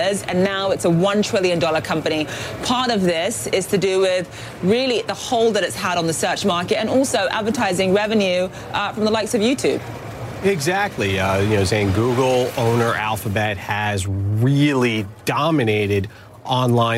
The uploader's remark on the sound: live from the New York Stock Exchange